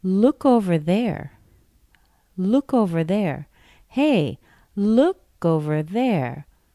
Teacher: Over is a preposition. Look gets more stress than over.